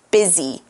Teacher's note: So we say busy. And instead of saying an uh for the U sound, we use a short I sound like this, busy.